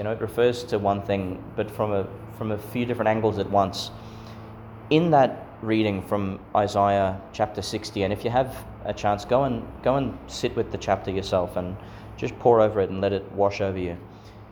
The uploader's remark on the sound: Homily for Epiphany Sunday, Christmastide, delivered at St Peter Chanel Church, Miriam Vale, Qld.